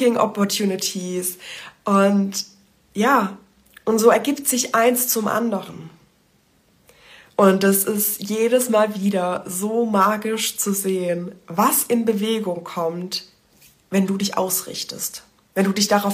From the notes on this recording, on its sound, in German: In dieser Folge teile ich ein Instagram Live mit dir, das ich vor zwei Tagen aufgenommen habe